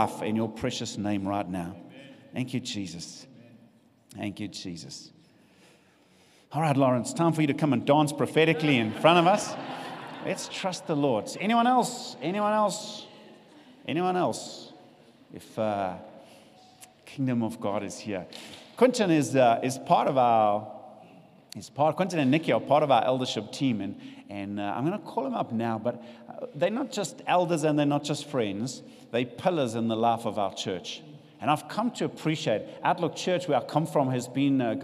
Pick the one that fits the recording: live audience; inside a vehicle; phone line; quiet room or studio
live audience